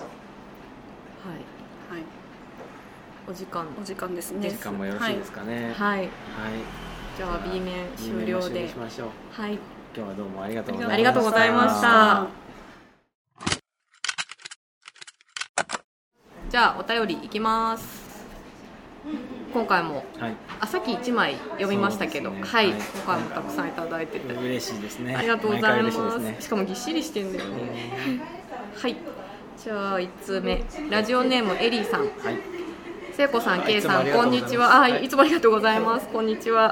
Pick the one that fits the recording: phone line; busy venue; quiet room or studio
busy venue